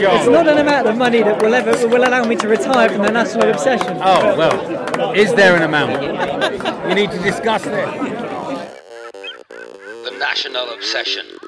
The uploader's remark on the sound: This week is live from the Cheltenham Races. Featuring live racing.